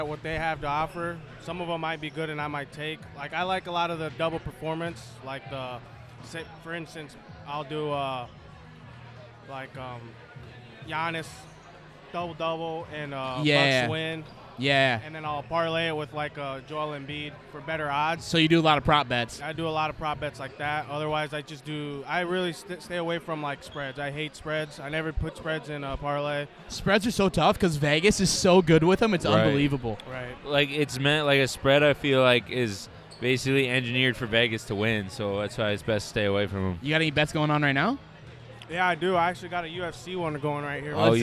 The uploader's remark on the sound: Live from the Lush Mob 3 on 3